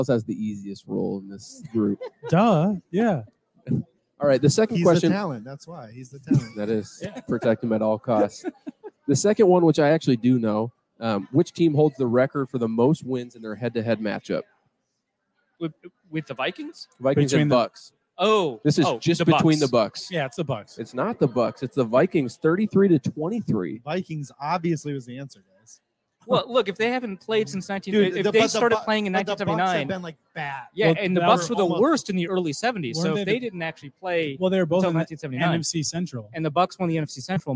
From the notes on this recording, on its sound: LIVE at Lake Monster Brewing